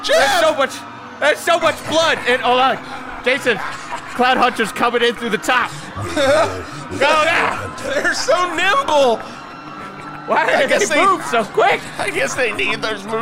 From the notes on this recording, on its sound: live from the launch of the "800,000 Tons Of Nuthin But Guns" rock cruise sponsored by Livingston Cruise Line!